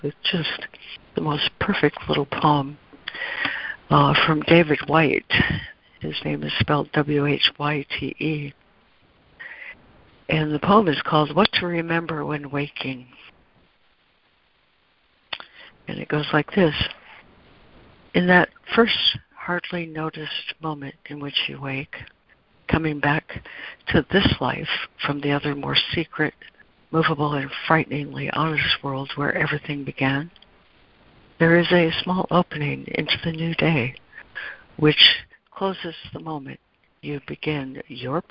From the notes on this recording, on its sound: ACIM Daily Conference Call